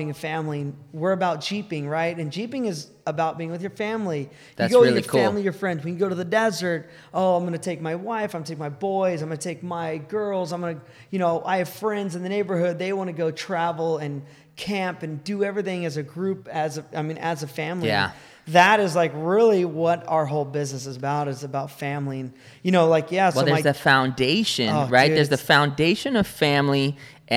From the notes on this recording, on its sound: Recorded live: San Clemente CA